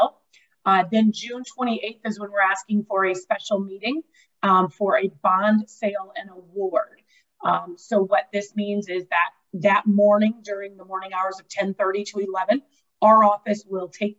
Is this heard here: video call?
yes